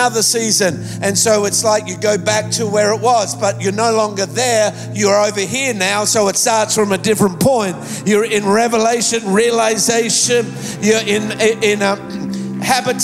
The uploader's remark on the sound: Recorded live at Planetshakers Church (Melbourne).